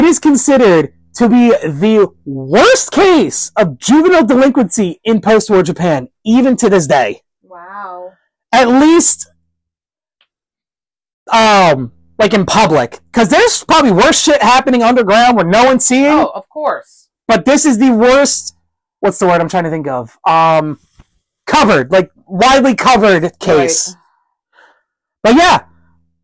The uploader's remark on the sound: We apologize for the audio quality, we are very loud individuals who aren’t used to using mics.